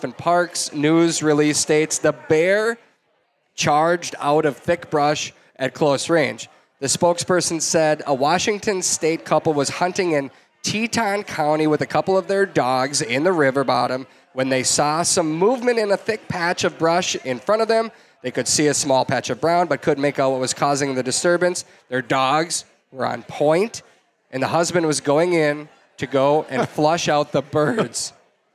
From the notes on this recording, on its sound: Live from Bear Cave Brewing in Hopkins, MN. Sips drinks with a live audience of hunters.